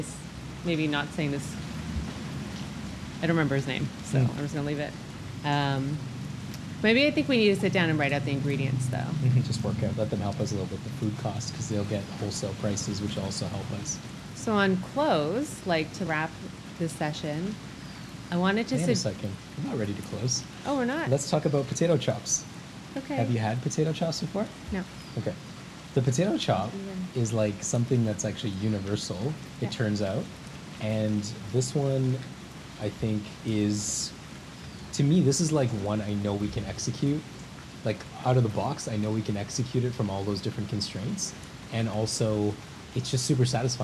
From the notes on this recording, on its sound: It also starts raining halfway through so you can't miss the sounds of nature behind us